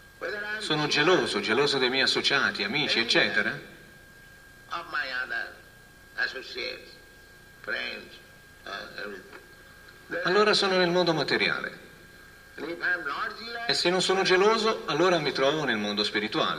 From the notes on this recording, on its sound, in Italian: in diretta dal Tempio di Villa Vrindavana